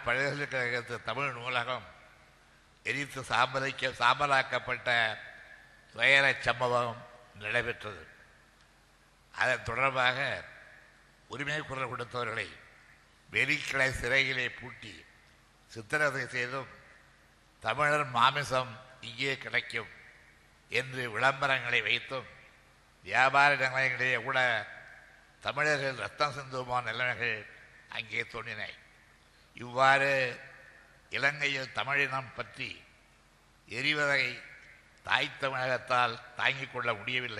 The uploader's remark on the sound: TESO Conference Speech